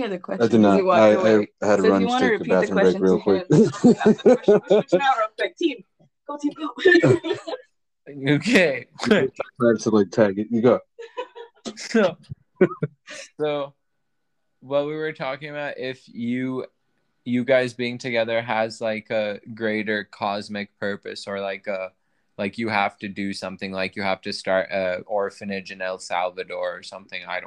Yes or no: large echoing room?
no